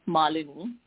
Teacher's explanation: we pronounce every single vowel in that name, and the emphasis is on the A